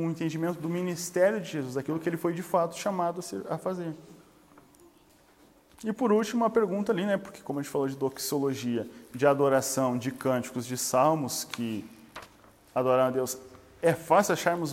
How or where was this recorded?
live audience